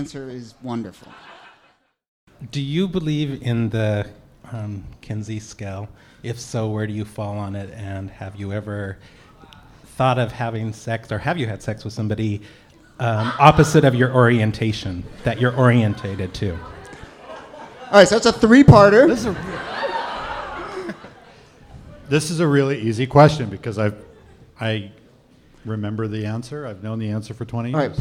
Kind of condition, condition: setting, live audience